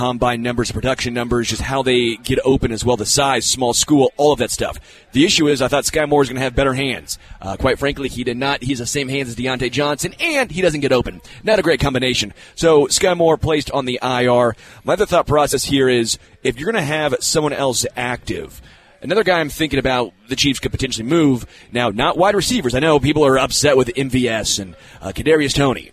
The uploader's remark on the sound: LIVE from Hollywood Casino!